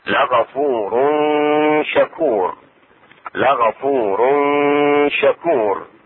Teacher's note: إخفاء التنوين، وهي ضمتين مع الشين